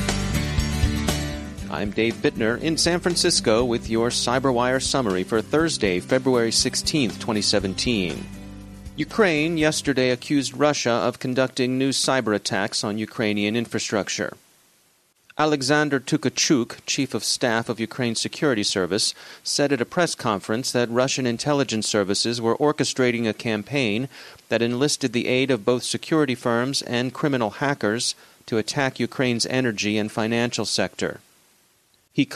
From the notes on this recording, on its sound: Provides his take of the RSA conference from the show floor.